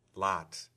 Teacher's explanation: There are certainly accents in which lat is realized completely unrounded and fronted and maybe even nasalized.